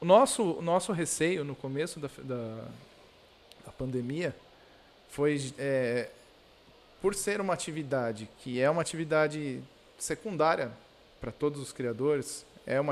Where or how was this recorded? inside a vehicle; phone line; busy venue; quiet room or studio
busy venue